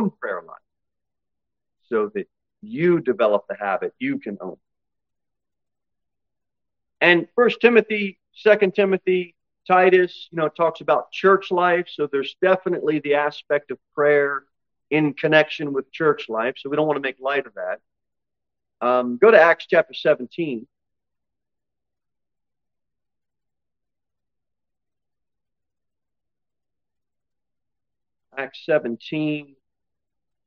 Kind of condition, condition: setting, large echoing room